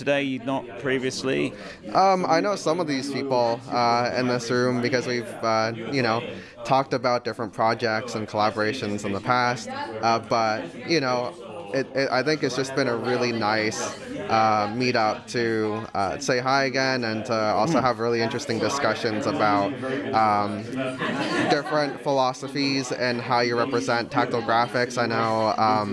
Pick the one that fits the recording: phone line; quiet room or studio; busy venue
busy venue